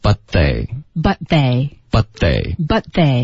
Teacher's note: 就是一个舌尖碰到上齿的一个 they 的这个摩擦音